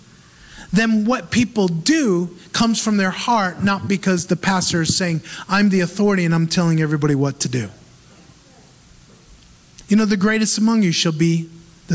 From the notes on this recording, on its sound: Recorded live in Move Church, Auburndale, FL, U.S.A.